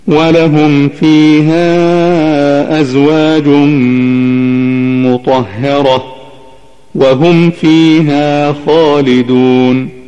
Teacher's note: ويسمى إظهار الميم الساكنة هنا إظهارا شفويا لخروج الميم من الشفتين